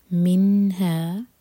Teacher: نون پر اظہار، تو نہ ہی ہم نون کو ہول کریں گے اور نہ ہی جھٹکا دیں گے